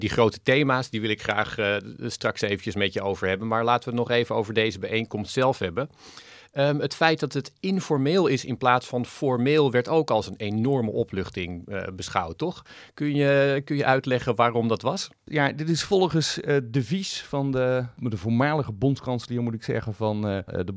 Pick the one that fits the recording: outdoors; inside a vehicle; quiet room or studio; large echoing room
quiet room or studio